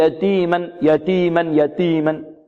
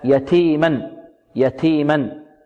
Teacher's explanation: التاء هنا مهموسة وإن كانت متحركة · Shown in: second take · Term: الهمس